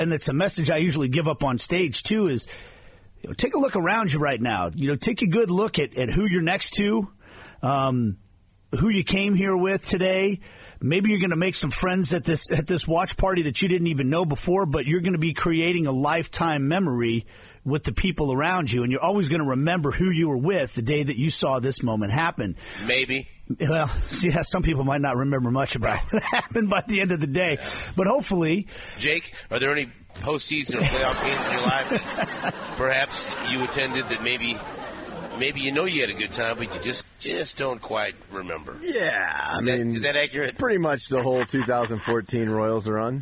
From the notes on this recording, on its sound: Super Bowl Parade Day. Broadcasting on location of the parade route.